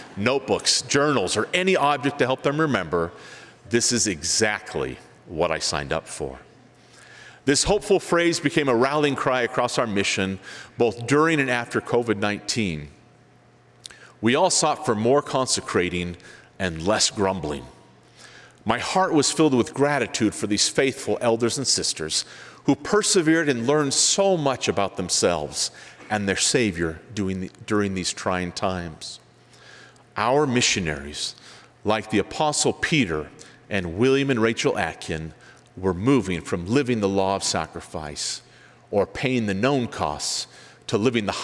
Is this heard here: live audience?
yes